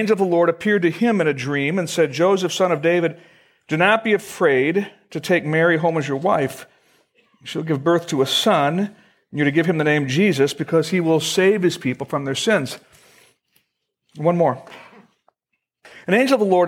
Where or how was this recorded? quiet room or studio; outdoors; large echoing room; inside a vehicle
large echoing room